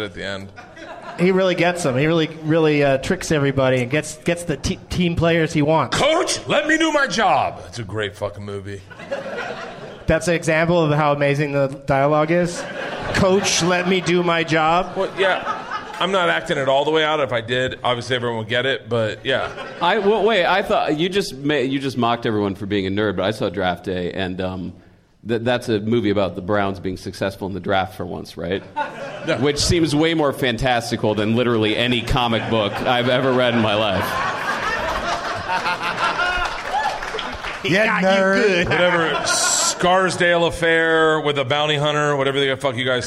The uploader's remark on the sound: Recorded live at Helium Comedy Club (it's a gas) in St. Louis, Missouri.